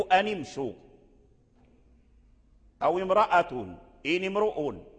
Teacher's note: أن امشوا كسرة النون ليست كسرة نقل، إنما هي كسرة التقاء الساكنين